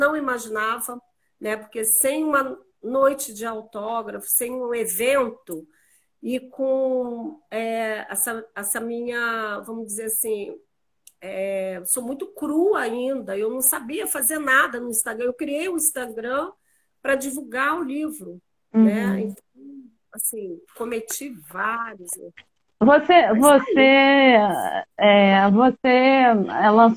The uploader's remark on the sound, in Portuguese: Áudio da Live feita no Instagram